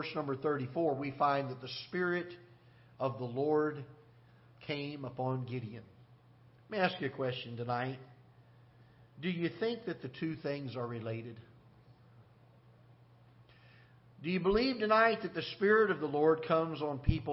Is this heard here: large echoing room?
yes